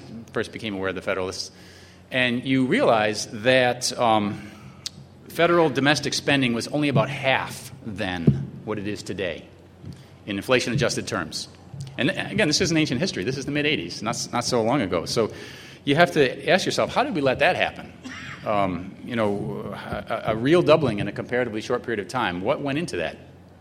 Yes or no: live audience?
yes